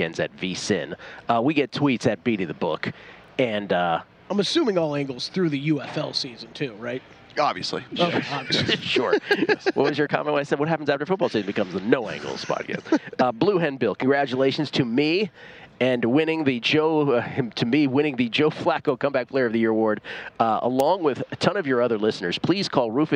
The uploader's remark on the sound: broadcasting live from media row